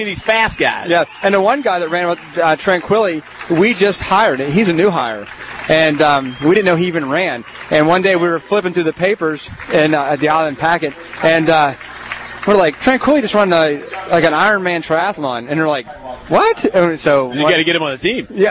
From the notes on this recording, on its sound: live form The Tunnel to Tower 5k Walk Run at Orleans Square in Savannah Georgia